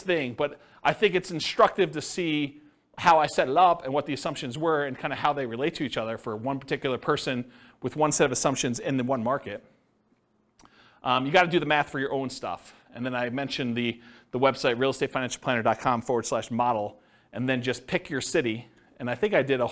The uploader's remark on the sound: This was a live class recorded